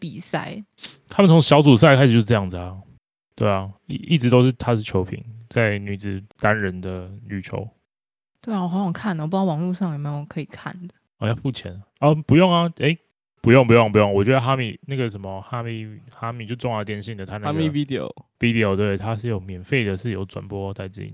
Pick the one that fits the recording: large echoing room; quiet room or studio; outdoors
quiet room or studio